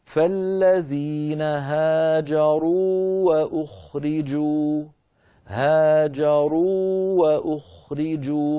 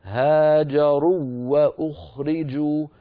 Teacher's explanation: التقى في هذه الأمثلة كلها واوان، يعني حرفان متماثلان والأول منهما ساكن، لكن لا إدغام للواو الأولى في الواو الثانية، لأن الواو الأولى مدية · Shown in: first take · وحرف المد لا يدغم، لأنه إن أدغم زال المد.